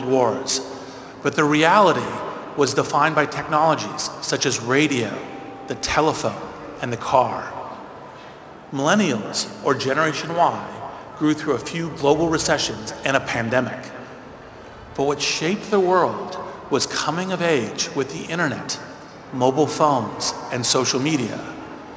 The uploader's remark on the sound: Commencement Speech at Bologna Business School. At the Bologna Business School at the University of Bologna, the oldest university in the Western world.